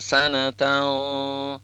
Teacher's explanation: di dalam ikhfa itu berarti ditahan sebentar, sanatau, ada gunnah di situ